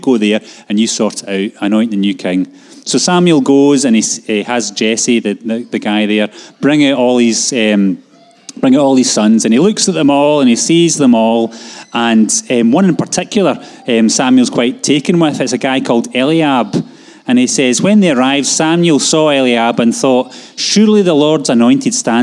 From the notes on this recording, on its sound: Live from our Sunday gathering on 30/10/22